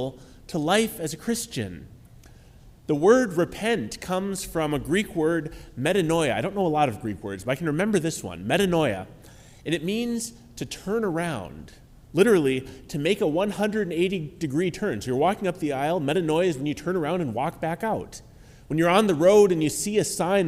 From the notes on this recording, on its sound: Here is the sermon from our ecumenical midweek Lenten service on March 22, 2023. This service was at Grand Avenue United Methodist Church in Port Washington.